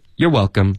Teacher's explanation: 重音放 you're,比较常见